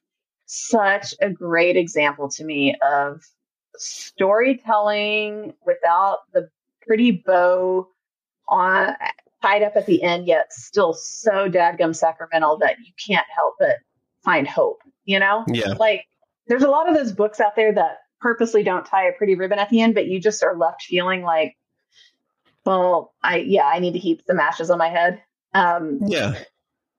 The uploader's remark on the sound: Please note the sound quality is not up to our standards in this episode.